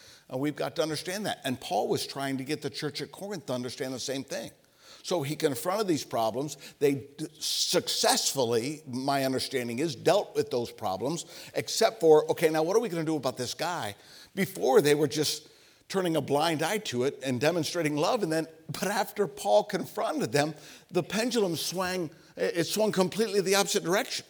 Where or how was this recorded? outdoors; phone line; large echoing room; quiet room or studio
large echoing room